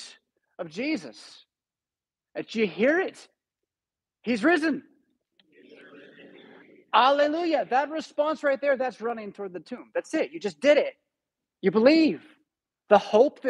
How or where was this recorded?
large echoing room